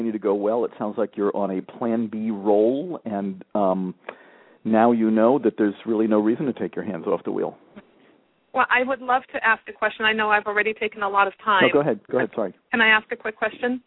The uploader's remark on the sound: several parents called in with questions